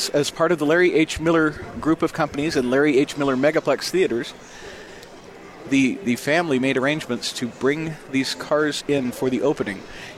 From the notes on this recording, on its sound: LIVE from Megaplex at The District. On The Zone Sports Network.